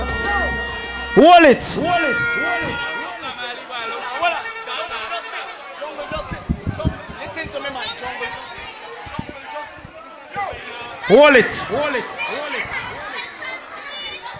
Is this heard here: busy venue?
yes